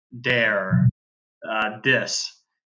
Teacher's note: you will hear Brazilians pronounce the th sound as a d